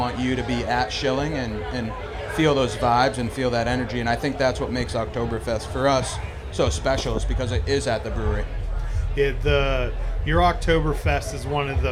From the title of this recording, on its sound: Live From Snallygaster